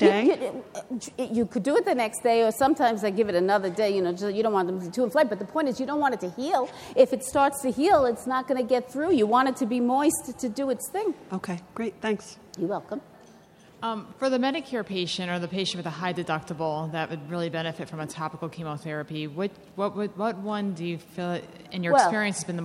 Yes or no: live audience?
yes